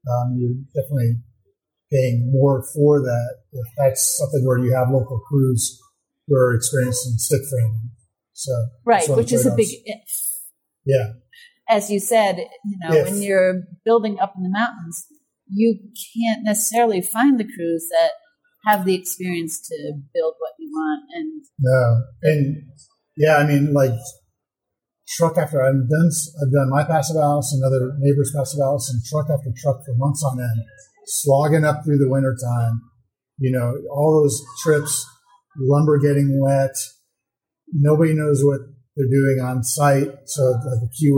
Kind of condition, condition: setting, busy venue